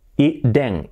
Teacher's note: y la T esa se hace como una R suavecita